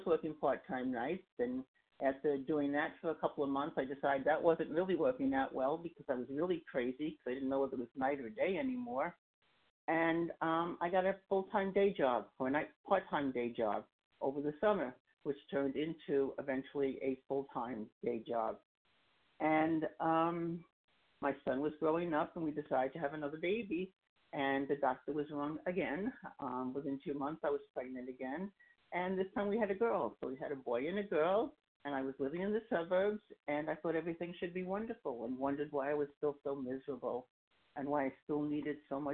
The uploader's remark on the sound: 100 Pounders Phone Meeting.